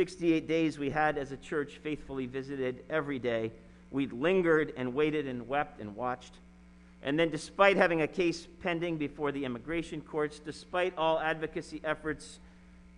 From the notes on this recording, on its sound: Sermon preached at RCHP on April 4, 2021.